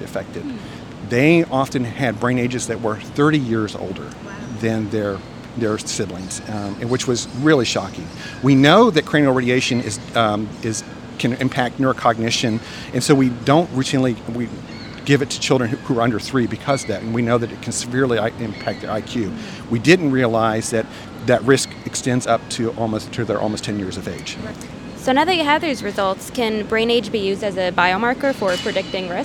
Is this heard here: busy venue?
yes